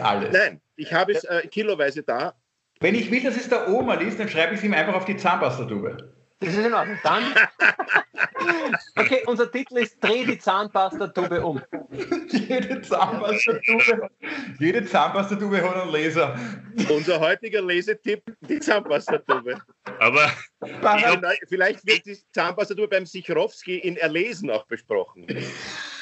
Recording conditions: video call